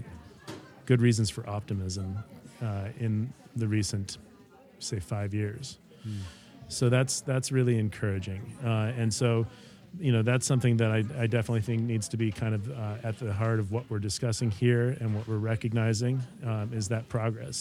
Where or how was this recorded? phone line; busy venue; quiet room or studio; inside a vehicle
busy venue